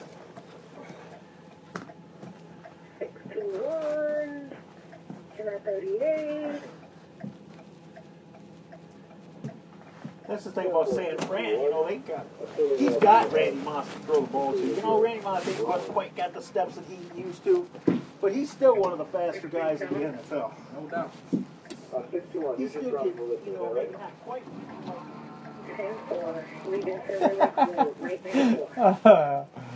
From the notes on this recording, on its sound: An april 6 2013 recording on a metro bus. Recording on a metro bus, of a driver and passenger talkging about football.